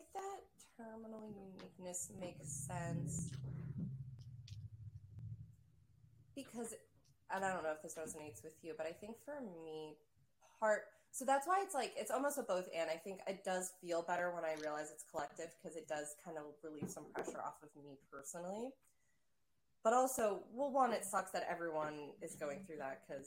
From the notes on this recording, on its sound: we apologize for the poor video quality & sound due to a technical difficulty with our recording software